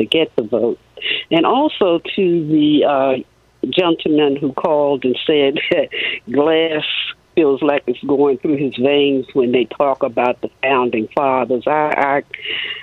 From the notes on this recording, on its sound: Listeners call